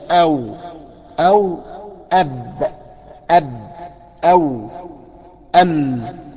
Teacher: بنلاحظ ان الميم بيحصل احتكاك قوي بين الشفتين · الباء زيها زي الواو زيها زي الميم، كلهم على بعضهم كده بيخرجوا من الشفتين · Term: مخرج الشفتين